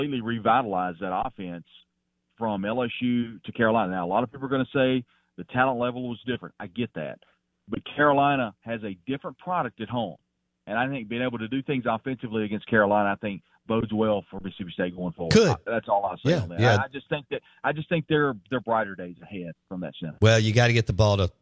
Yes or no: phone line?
yes